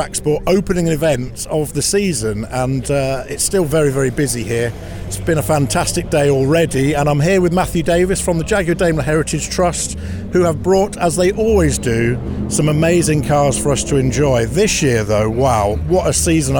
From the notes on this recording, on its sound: Live from Castle Combe. The opening event of the 2023 season of JEC TrackSport track day shows was a truly unforgettable day for all who gathered at the historic Wiltshire circuit of Castle Combe.